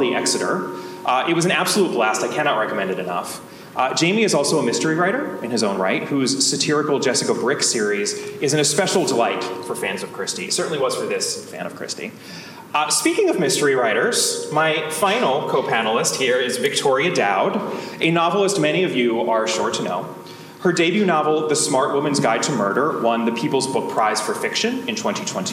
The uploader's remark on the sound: Recorded at the 2023 Agatha Christie Festival. Get ready for some hot mics: it's time for a live episode.